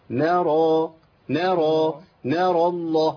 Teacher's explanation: الراء مفخمة، جه بعديها لام اسم الجلالة مفخم، يبقى كله عندي مفخم بعد كده